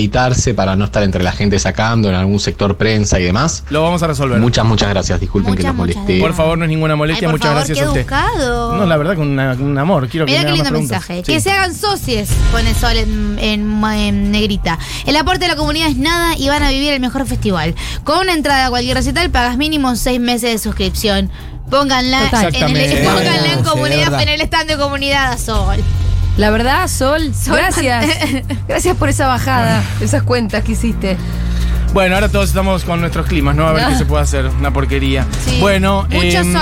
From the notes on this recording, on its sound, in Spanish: conferencia de prensa Festival Futurock en Tecnópolis